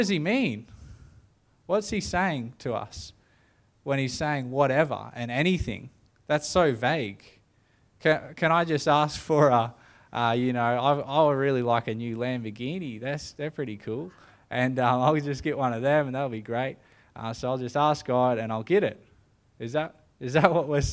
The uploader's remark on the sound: The live stream of Destiny Church Atherton.